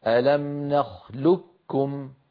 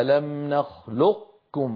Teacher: فيطبقون على قاف ويجافون المخرج عن كاف · Shown in: second take · Term: صفة الاستعلاء